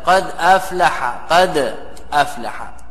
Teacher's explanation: إلى الحرف الساكن الذي قبلها على الدال، فحركت الدال صارت متحركة، والهمزة سكنت فأسقطت طلبا للخفة · Term: النقل